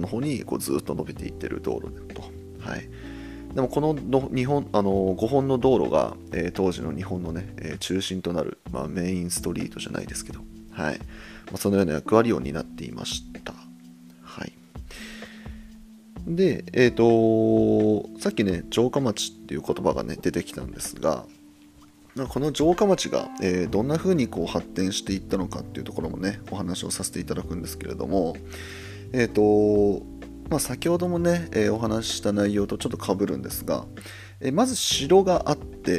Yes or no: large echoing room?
no